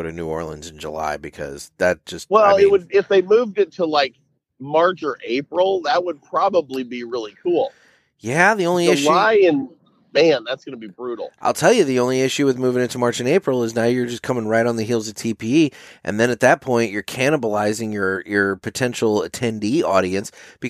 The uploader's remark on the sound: Coming your way from the JRE Tobacco Aladino Mobile Studios, the guys connect by phone and bring you a show, better late than never.